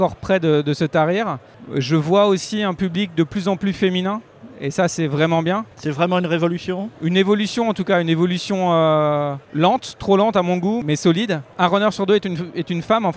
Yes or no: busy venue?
yes